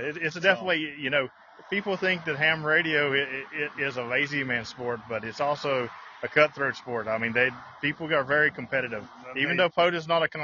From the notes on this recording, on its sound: In this episode I come to you live from the Stones River National Battlefield national Park.